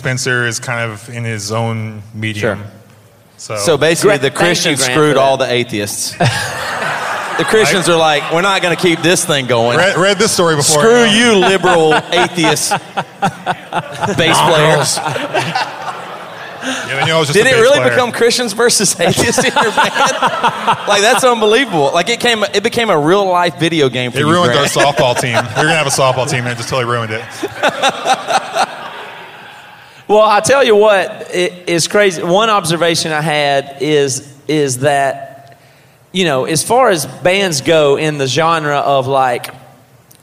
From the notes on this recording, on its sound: BC Live in Tampa.